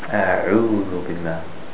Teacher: Ayn is from the throat, from the middle of the throat.